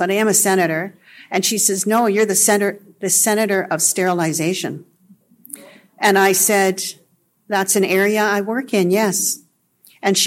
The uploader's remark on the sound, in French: Il a été enregistré lors de la réunion nationale du Centre de collaboration nationale de la santé autochtone (CCNSA) sur le choix et le consentement culturellement éclairés dans les services de santé autochtones, qui s’est tenue à Ottawa.